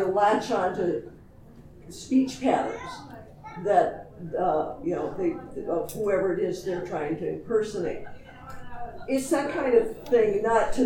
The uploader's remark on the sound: Recorded live at TusCon. Panel Room 1.